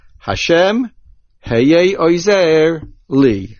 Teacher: I do not say Hashem heye and then pause and say oizer li. Hashem is a ta'am mafsik.